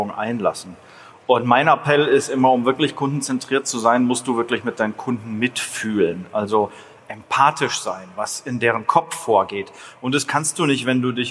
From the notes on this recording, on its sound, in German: Der Roundtable wurde LIVE auf der Bühne aufgenommen beim Growth Marketing Summit 2019 in der alten Oper Frankfurt.